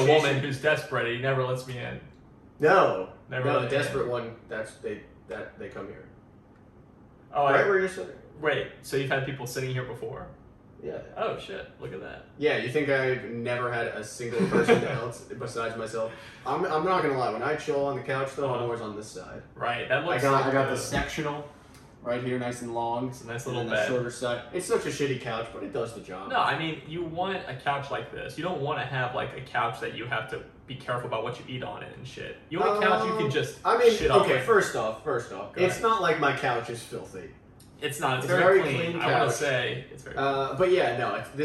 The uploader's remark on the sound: We know the audio was a little wonky, but we handle adversity for a living.